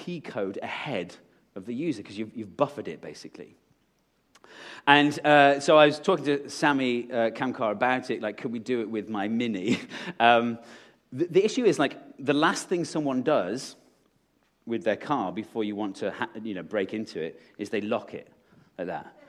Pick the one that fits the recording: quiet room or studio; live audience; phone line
live audience